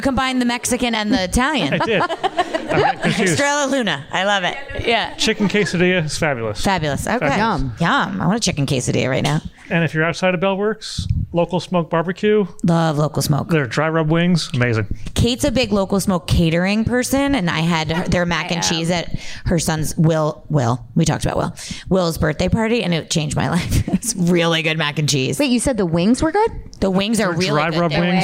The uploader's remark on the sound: An "after hours" LIVE panel of executives from the Spirits and CBD industry for the monthly speaker series "HOW IT WORKS". LIVE PODCAST (recorded 2.26.20) at the magical #metroburb, Bell Works of Holdmel, NJ.